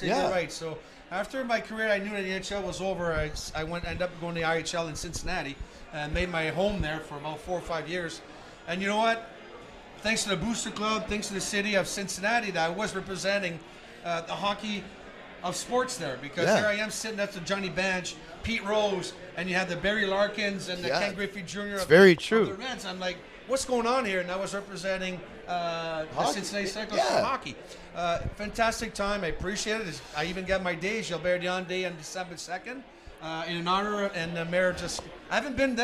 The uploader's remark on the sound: Live taping at The Locker Room Studio in Bottomline Sports Bar.